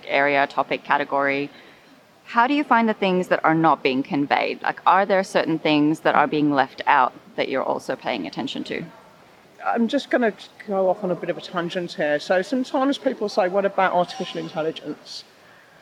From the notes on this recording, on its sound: LIVE episode of Looking Outside , recorded at the Insights and Innovation Exchange event in Texas. In this special LIVE episode of Looking Outside , recorded at the Insights and Innovation Exchange event in Texas.